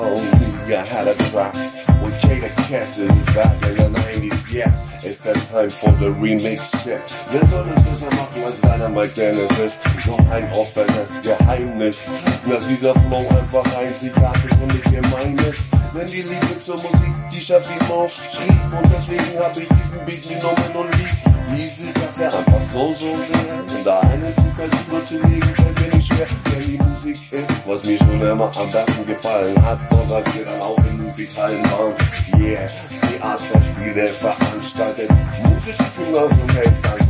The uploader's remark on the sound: Freestyle session...Just beats and me. Quality is not best, because I only got beats from loudspeakers and record it with my mobile.